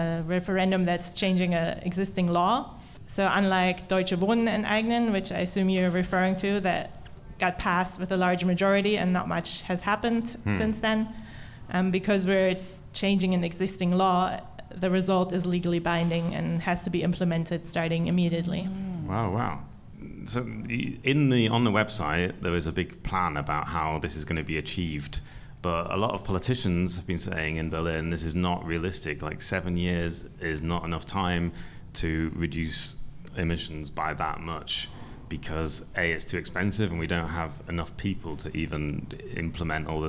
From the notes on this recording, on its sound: goes live from Hotel Selina in Mitte